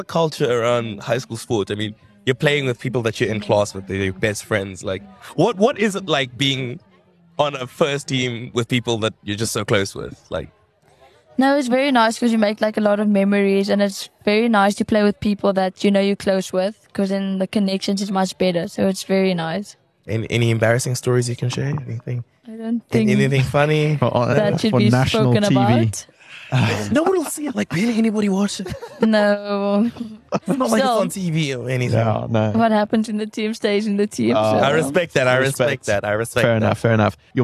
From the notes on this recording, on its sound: We were at the 2023 Standard Bank St Mary's Festival